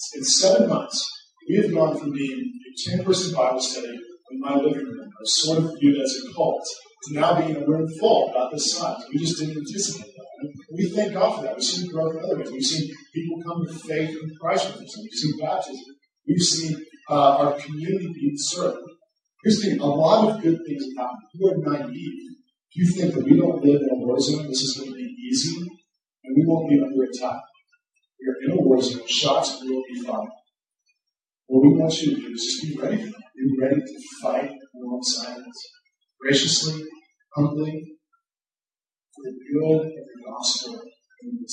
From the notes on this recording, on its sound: Due to technological difficulties, this week's recording doesn't have the same quality as a normal week.